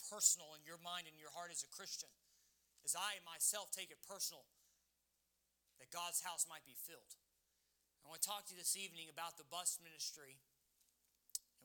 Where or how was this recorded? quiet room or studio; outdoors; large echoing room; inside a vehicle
large echoing room